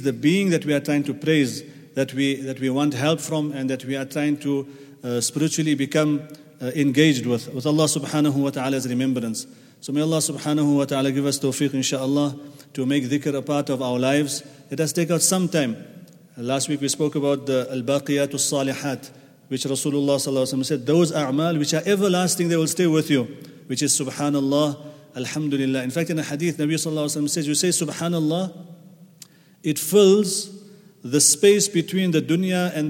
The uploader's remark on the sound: at the Houghton Masjid (West Street)